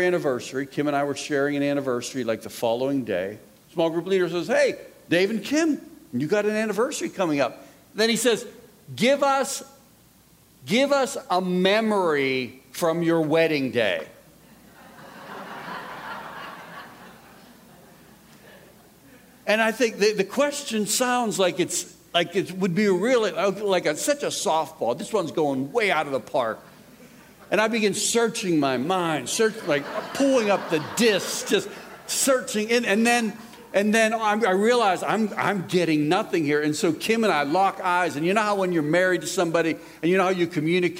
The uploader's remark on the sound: This resource was recorded live at the 2018 Institute: Loving Wayward Souls: Grace for our Prodigals.